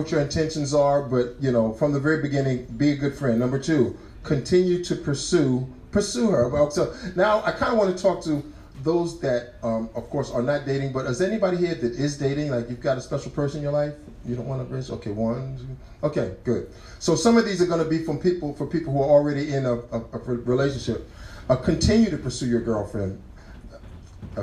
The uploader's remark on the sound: The first ever Go On LIVE! A live event hosted in Cafe Moka at Regent University.